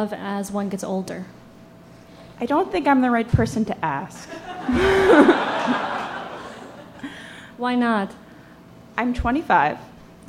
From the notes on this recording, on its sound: A conversation series in which strangers ask each other questions on stage. This excerpt is from our October regular show at Housing Works Bookstore.